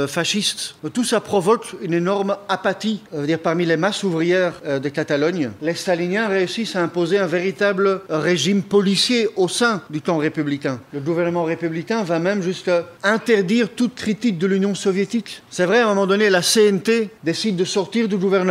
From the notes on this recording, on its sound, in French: Conférence donnée à l’École marxiste d’hiver de Montréal 2023